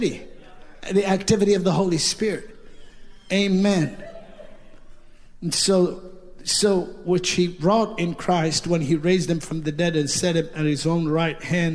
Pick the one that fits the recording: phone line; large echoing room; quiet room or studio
large echoing room